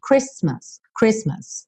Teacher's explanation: A letra T não é pronunciada